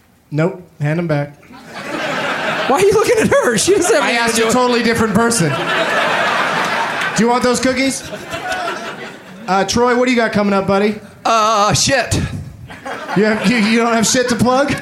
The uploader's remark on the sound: Live from Comedy Works in Denver, CO